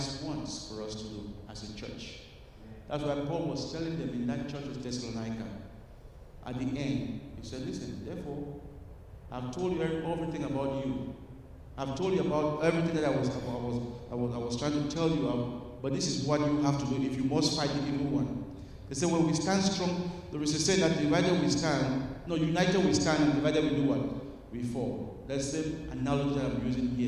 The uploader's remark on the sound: at Broadway Baptist Church, Lexington, Kentucky